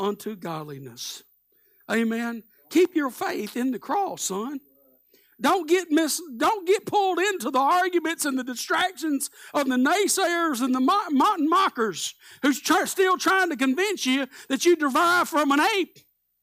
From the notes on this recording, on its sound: Live Sunday Morning Service